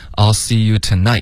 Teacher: 这个 night 结尾要有一个干脆的停顿